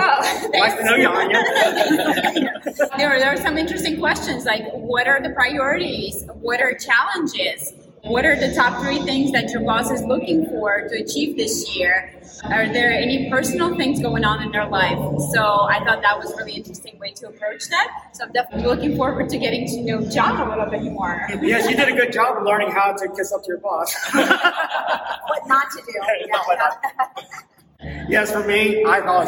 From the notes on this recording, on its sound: Live from Jeff Shore Leadership Summit in Austin, TX.